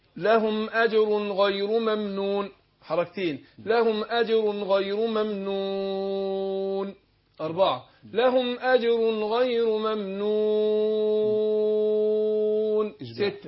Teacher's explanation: يجوز ان انا اقف على العرض للسكون هنا باثنين بحركتين وباربعه بسته